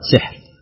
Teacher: والباقون بكسر السين وسكون الحاء مع حذف الألف على أنه مصدر، هكذا سحر